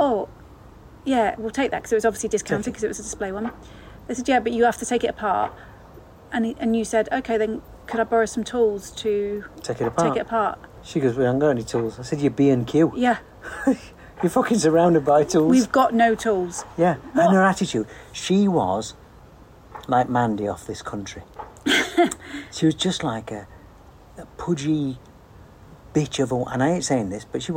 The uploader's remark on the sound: This is a rambling catch-up, recorded in the garden (home studio not quite ready yet). Again, apologies for audio quality!